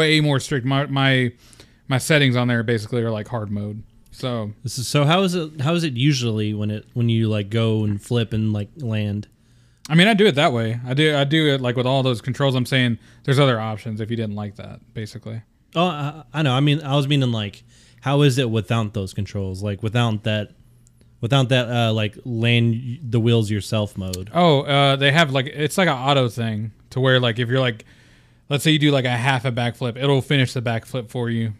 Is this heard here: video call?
no